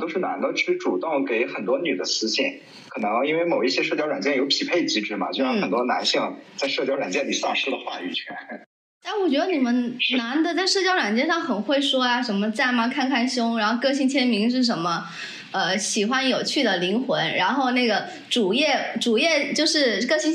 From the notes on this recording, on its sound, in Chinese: 这一期音频收音问题比较大，我后期调了很久还是没办法处理好